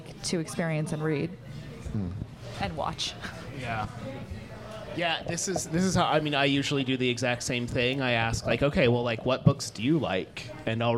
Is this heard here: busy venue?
yes